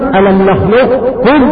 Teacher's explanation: فكلمة ألم نخلقكم فيها الوجهان الإظهار والإدغام، والإظهار معناه إظهار القاف أولا ثم تأتي بالكاف بعد ذلك